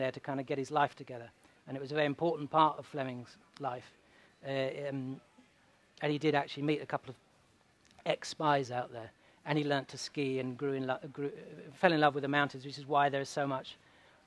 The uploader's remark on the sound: takes questions from the audience